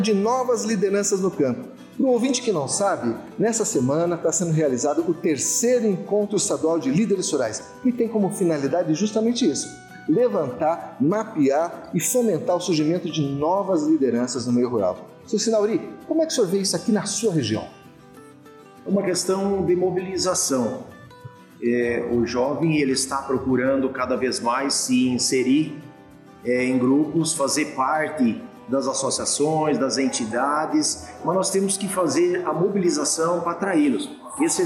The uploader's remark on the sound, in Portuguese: O programa foi gravado diretamente do encontro realizado no município de Pato Branco, no dia 20 de junho.